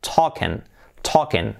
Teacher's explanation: la L esa no se pronuncia